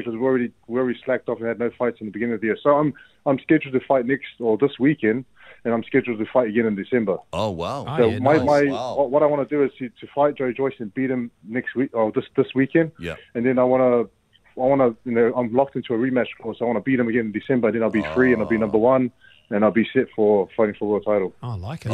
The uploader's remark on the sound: We were joined on the phone